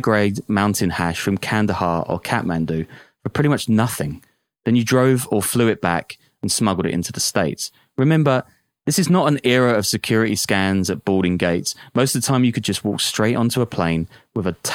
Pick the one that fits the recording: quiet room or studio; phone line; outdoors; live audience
quiet room or studio